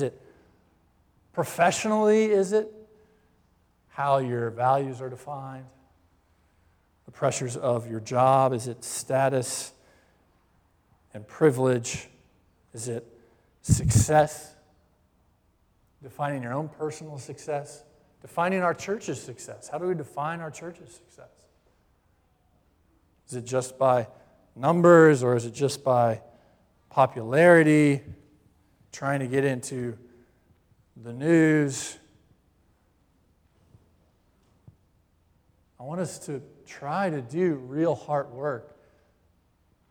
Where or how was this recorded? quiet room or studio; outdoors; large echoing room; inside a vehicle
large echoing room